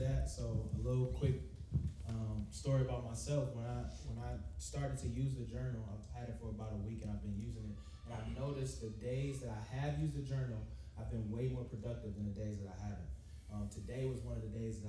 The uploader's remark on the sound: Live podcast! We had a live recording event to celebrate.